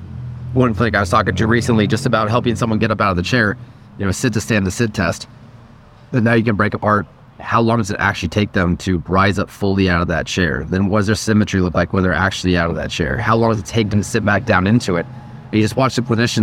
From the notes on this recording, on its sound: Conversations from VALDCON 2023. Recorded at VALDCON 2023.